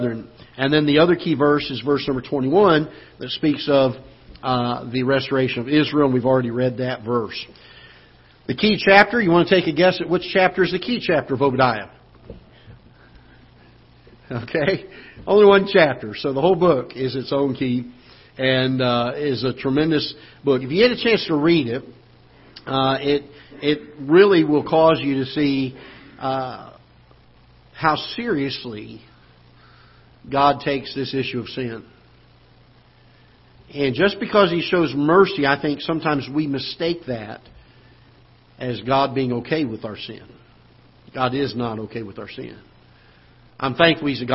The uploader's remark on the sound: Ketha Heights Baptist Church ~ Live Broadcast